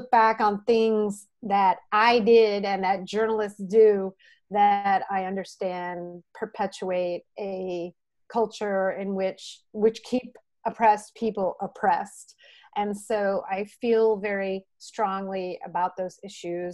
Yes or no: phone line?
no